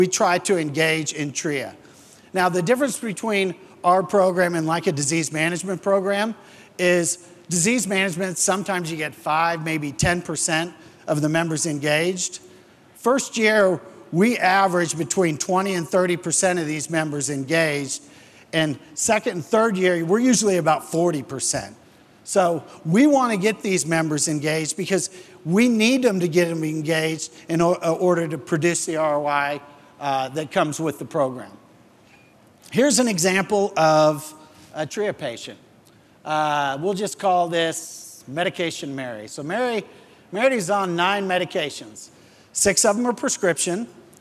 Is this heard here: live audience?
yes